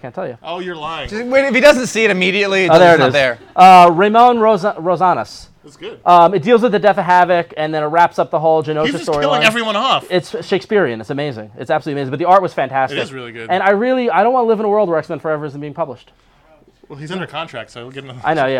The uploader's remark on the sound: It's the 10th Anniversary party at Bergen Street Comics in Brooklyn, and a whole hell of a lot of people turned up.